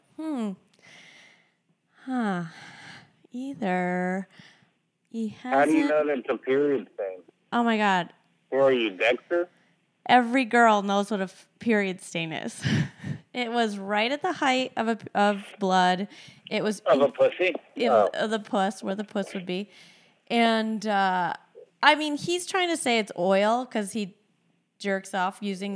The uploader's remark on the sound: Still on the Phone. Will our hosts ever be in the same place again? Catch up...over the phone.